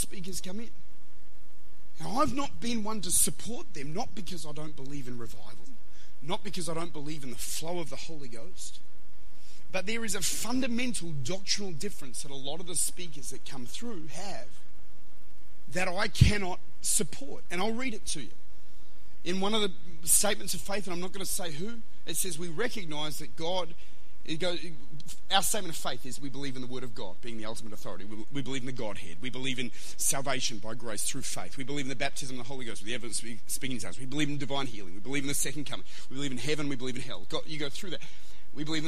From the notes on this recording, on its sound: Recorded at Lifepoint Church, Adelaide.